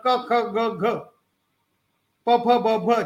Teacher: four series of occlusive consonants: unvoiced unaspirated, voiced unaspirated, unvoiced aspirated, and voiced aspirated